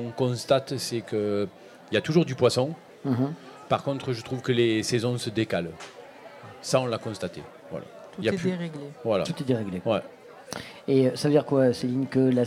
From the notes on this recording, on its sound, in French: Radio Grenouille au Festival Kouss Kouss 2023 - Les Grandes Tables. Le Grand Pastis délocalise son plateau et s'invite aux mythiques Grandes Tables. Sur fond de musique finement sélectionnée.